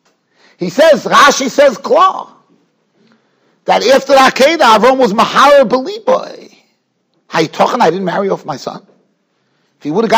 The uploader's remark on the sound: Shiur recorded in Yeshivas Ohr Reuven, Monsey, NY.